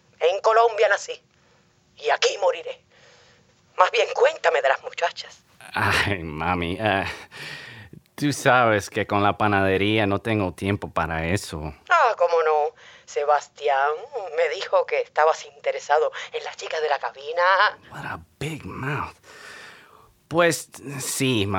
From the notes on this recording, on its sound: Call their mother in Colombia. They call their mother, who sounds like she's getting robbed!